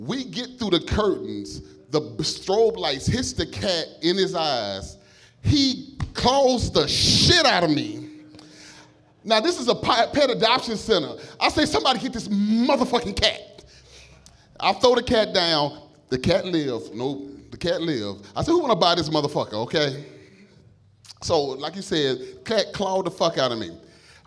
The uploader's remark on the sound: Live at Shark's Comedy Club. Recorded LIVE from Shark's Comedy Club in Dallas, Texas.